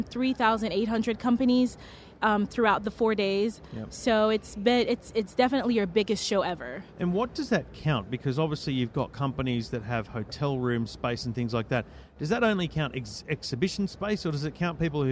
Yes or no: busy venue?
yes